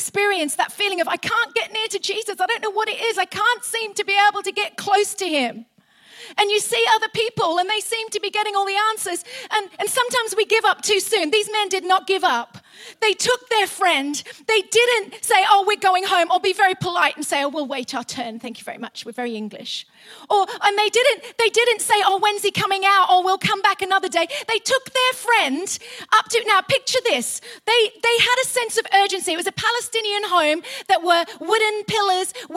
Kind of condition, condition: setting, large echoing room